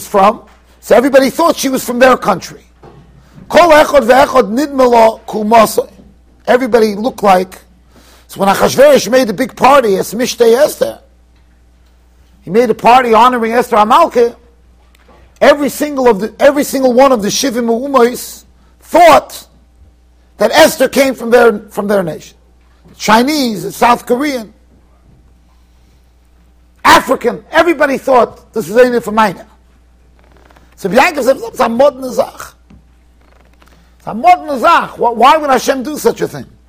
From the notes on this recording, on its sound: Shiur recorded in Yeshivas Ohr Reuven, Monsey NY.